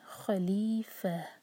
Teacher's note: تا مربوطہ پر جب ہم رکتے ہیں تو یہ ہا بن جاتا ہے، رکیں گے تو ہم ساکن کریں گے خلیفہ.